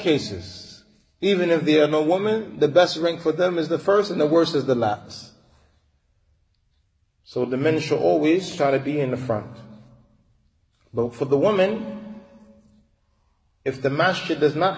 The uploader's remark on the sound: Lecture given at Masjid Nur Allah, Queens, NY.